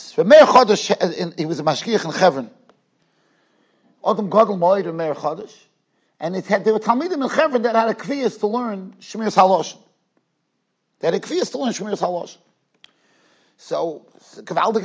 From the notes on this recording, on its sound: Shiur recorded in Yeshivas Ohr Reuven, Monsey, NY.